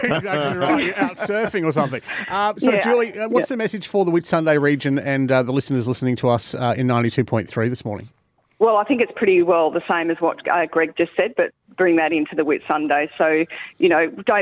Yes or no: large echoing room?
no